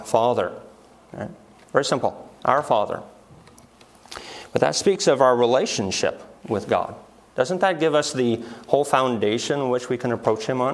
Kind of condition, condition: setting, large echoing room